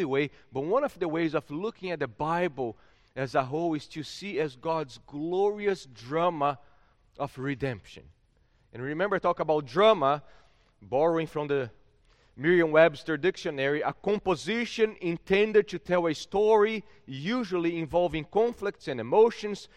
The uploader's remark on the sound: at Gracious Cross Reformed Church Salem, October 10th 2021